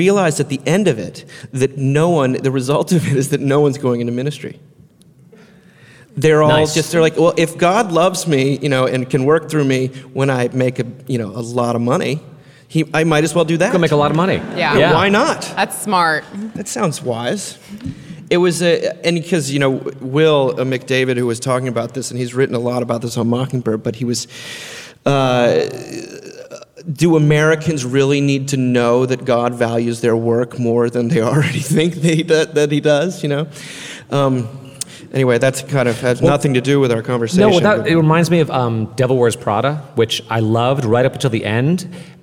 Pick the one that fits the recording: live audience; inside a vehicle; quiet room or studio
live audience